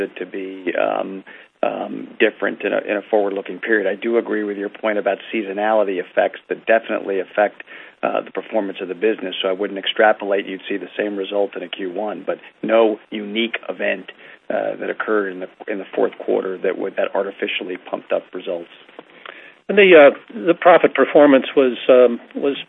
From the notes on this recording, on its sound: Listen to an audio podcast of the earnings conference call.